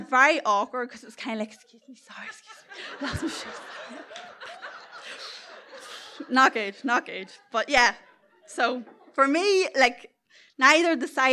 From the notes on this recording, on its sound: Here are three amazing stories from our February evening as part of the NI Science Festival. Tenx9 is a live storytelling event where nine people have up to ten minutes each to tell a true story from their own life on a particular theme.